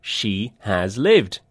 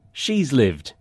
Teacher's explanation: Instead of has, lots of English speakers say, z. · Shown in: second take · Term: z contraction